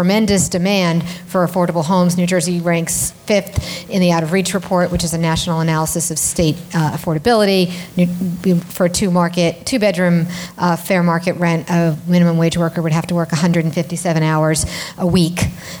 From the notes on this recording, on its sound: Recorded at the New Jersey Performing Arts Center on October 14, 2016.